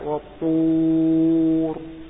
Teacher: تجد أن اللسان يتراجع فيه إلى الخلف لكن ليس مستعلي لأنه مفخم، وليس كل مستعلي لأن هناك الألف والواو واللام والراء من الممكن أن تفخم هذه الحروف وليست مستعلي.